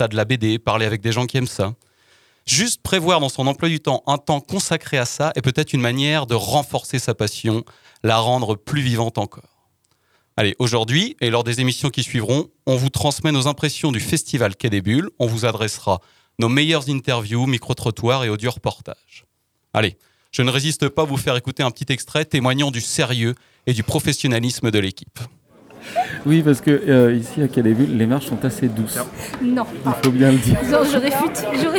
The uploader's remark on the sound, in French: Micros-trottoirs au festival quai des bulles 2022